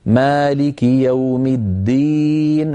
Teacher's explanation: فلا نقول مالك يوم الدين إذا لم نأتي بالدال مجهورة شديدة، الشدة مشتركة بين الدال والتاء، لكن الجهر هو الفرق، التاء مهموسة والدال مجهورة